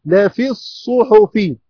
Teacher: ياء مد طبيعي حركتان يسقط وصلا، همزة وصل تسقط وصلا نبدأ بها آ، لم شمسية مضغمة في الصاد المفتوحة، نجمع الكلمتين لا في الصو لا في الصو، ثم نكمل الكلمة الثانية حو الصحفي الصحفي لا في الصحفي.